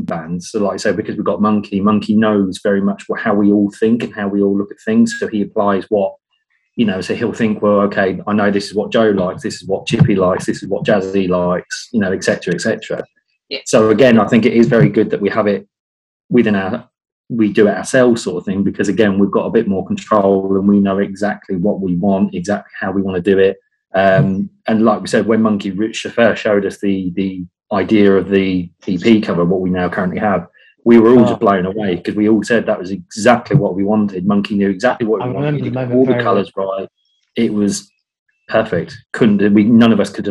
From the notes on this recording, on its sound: Recorded via Zoom.